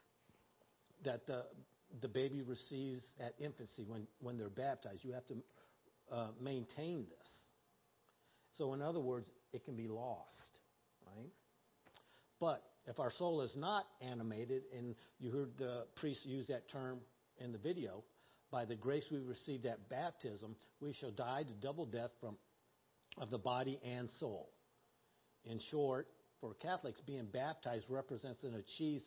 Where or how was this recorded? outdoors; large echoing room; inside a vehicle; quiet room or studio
large echoing room